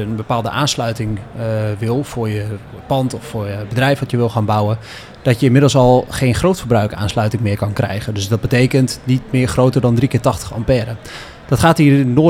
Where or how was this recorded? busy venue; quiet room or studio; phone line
busy venue